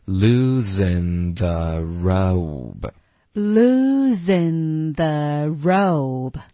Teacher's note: losing 这个 n 不是后鼻音，也不是前鼻音，而是我咬着舌尖发的一个鼻音。 losingthe，然后这样你接着发 the 就很简单很容易。大家要注意，我们连读、略读、变音等等这些实际发音的技巧呢，都是为了让你可以说话说得更方便更快。然后也清楚。所以这里以 lose and the,你用这个方式咬舌尖接着发 the,你的 n 的音会发得很标准，你的 the 的音也不可能发错。所以这样其实会让你说话说得更简单一点。哦、好，我们来跟着老师一起读一下这个句子。好， losing therobe。